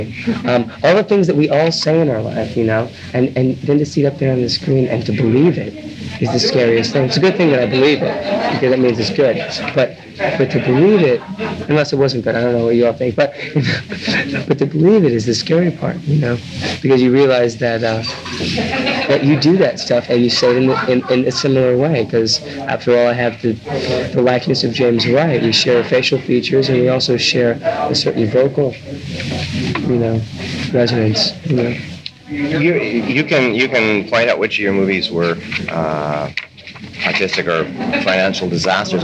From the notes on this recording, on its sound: Even at the end of this interview, while the reporters were packing up, an overheard remark “he was high on something”. A little tough to hear in spots because it’s done only as a record for reference, amid a lot of background chatter.